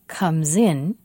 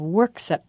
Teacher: The final S of comes in has voice. It sounds like z with voice. The final S of works at doesn't have voice. It's just s.